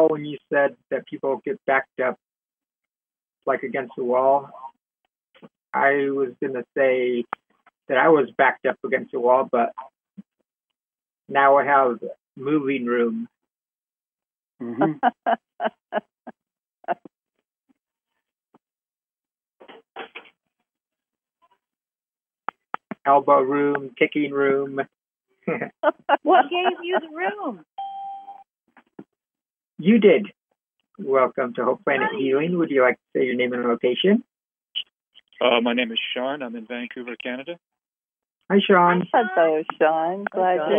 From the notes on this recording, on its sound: Conference Call LIVE